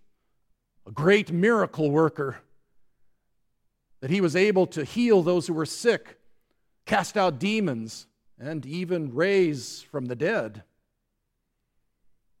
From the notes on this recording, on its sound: the service for the Fifth Sunday after Easter at Grace Lutheran Church, Lexington, MO